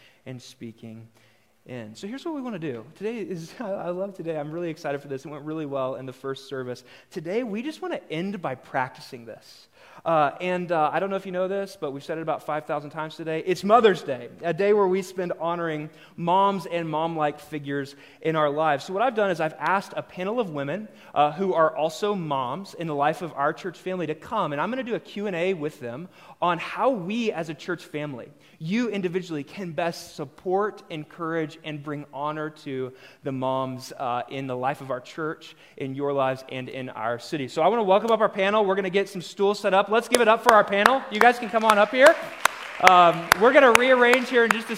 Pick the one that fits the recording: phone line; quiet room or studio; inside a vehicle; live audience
live audience